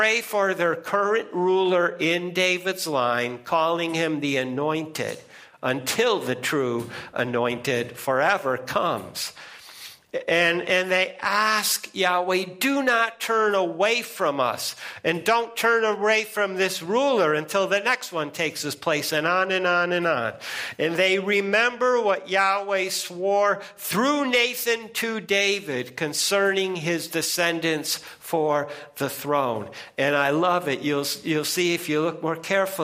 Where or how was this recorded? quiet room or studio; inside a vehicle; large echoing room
large echoing room